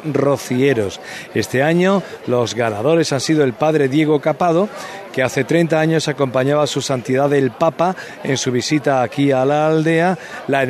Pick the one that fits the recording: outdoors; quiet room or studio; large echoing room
outdoors